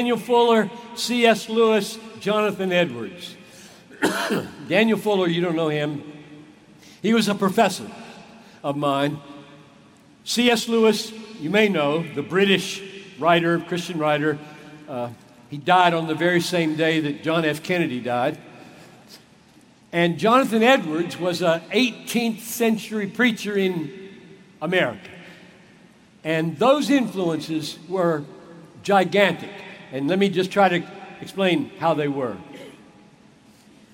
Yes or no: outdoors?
no